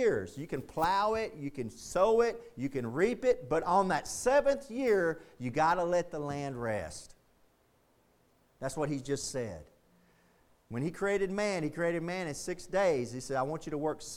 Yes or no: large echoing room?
yes